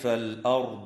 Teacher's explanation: وتفخم الراء وصلا ووقفا في كلمة الأرض لسكونها بعد فتحة